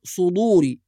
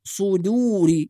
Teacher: أيضا في كلمة صدوري، بعض الناس يفخم الدال فيقول صدوري، وإنما هي دال وليست ضاد، صدوري، يبقى لازم نحافظ على ترقيق الدال · Shown in: second take